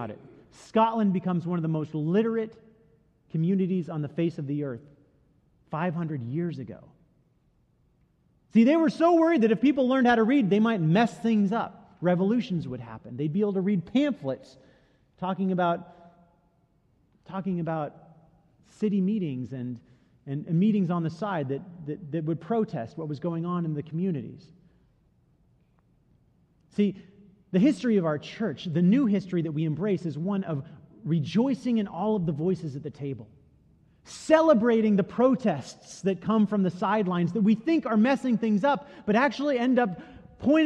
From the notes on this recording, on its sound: Delivered during the the Gathering Worship service.